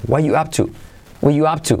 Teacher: Y la T la omitimos, ¿veis? No es what are you, sino what you up to.